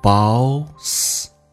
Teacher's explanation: Boastful 这个单词指的是自负的，喜欢炫耀的。来看一下 You are 美式发音，打开口腔卷舌 are You are One more time You are You are so 先发 a 再发 u 下巴非常的夸张 So You are so boastful 在音标当中有一个 T 叫 boastful 但是我们发现这样发的会比较啰嗦一点所以通常为了偷懒 T 一般不发音